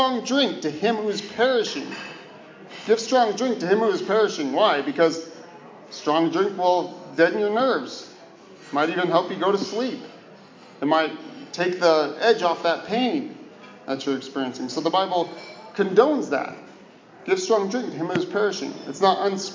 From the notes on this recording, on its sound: This Sermon was preached to the dear souls at the Brookdale Westland Meridian Senior Living facility. This Sermon was preached to the dear souls at the Brookdale Westland Meridian Senior Living facility.